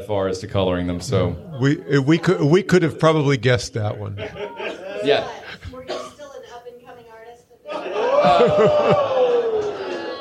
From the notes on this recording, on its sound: Pun-Off Dinner 2019. Our first ever live audience recording!